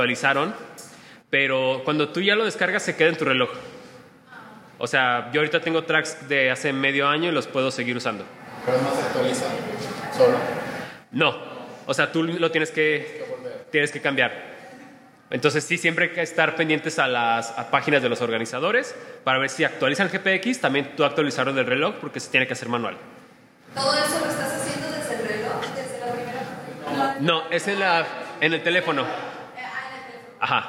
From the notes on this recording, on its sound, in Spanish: En esta plática grabada en vivo.